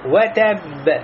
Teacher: Надо сделать долг, оказать давление губами, показать то, что у нас «б» является удвоенной, и в конце еще у нас появляется «фалькаля».